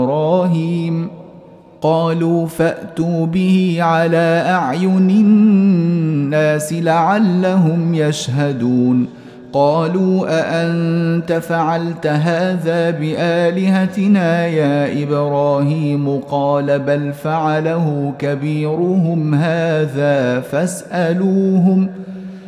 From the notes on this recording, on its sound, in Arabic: مسجل من صلاة التراويح بمسجد السلام بحي مشرفة بجدة.